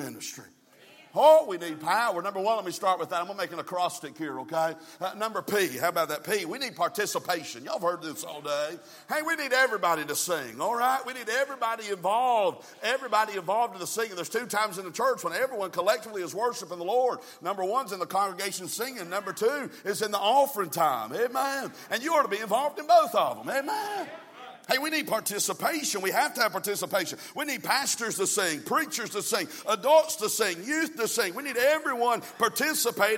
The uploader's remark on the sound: From the pulpit of Calvary Baptist Church.